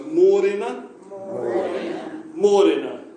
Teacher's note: that emphasis, that stress on the first part